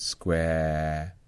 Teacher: And breaking is taking what is a diphthong and separating them. So in a non-rhotic accent, you could get square and basically not do the second element · Term: smooth diphthong